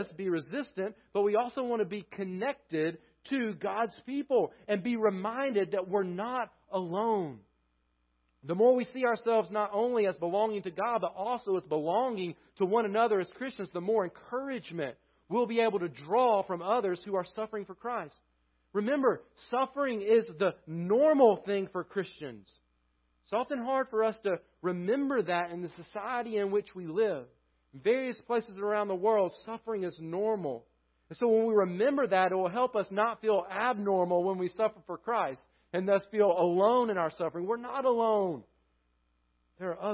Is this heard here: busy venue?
no